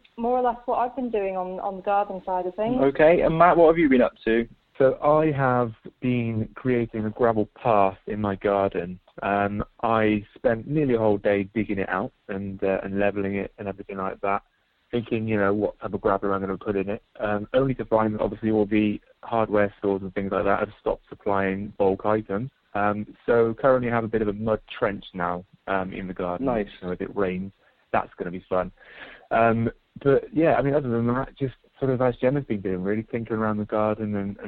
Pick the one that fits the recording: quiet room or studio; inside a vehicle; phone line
phone line